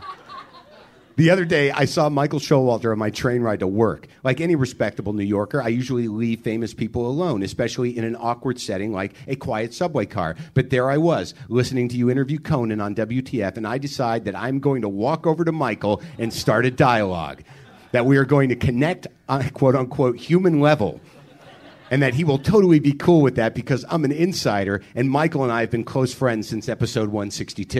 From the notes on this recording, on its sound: Live at Trepany House in LA. Big blowout bash blast at Trepany House in Los Angeles.